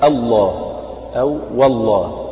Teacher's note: لكن إذا سبقت بفتح كقولك الله أو والله، أو فهنا الله همزة الوصل هذه تعتبر همزة مفتوحة سبقت لام لفظ الجلالة فتفخم اللام الله.